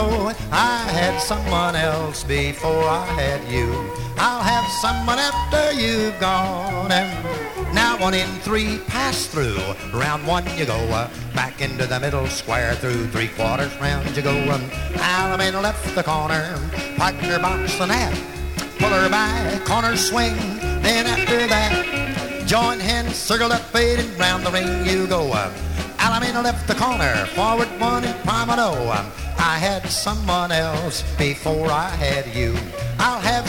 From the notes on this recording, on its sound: Track four, record one from the 1964 Blue Star Jubilee Square Dance held in the Sam Houston Auditorium.